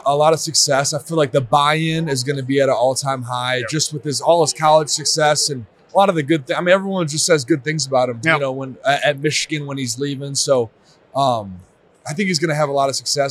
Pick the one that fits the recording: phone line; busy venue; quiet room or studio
busy venue